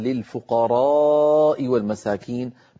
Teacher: فنبه القارئ أنها للفقراء والمساكين ممدودة في الفقراء · Term: المد المتصل